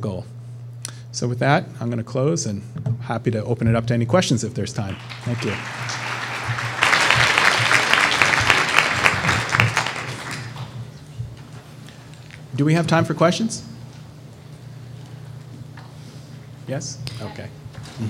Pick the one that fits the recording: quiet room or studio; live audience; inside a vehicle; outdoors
live audience